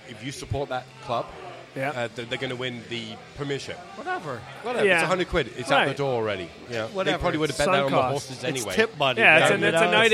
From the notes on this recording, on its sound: Vuvu Soccer is live from Villa Capri in Doylestown!